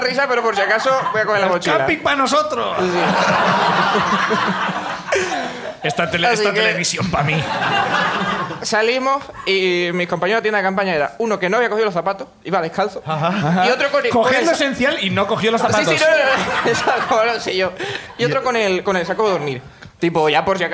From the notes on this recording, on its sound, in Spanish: Como siempre, el público también participa